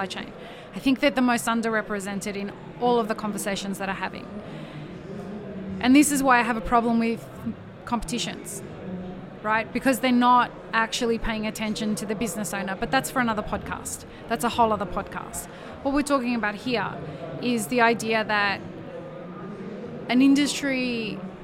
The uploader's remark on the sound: Map It Forward and DXB Live is proud to present a selection of podcast episodes that were live-streamed from the show floor at World of Coffee Dubai 2024 on Jan 21-23 2024.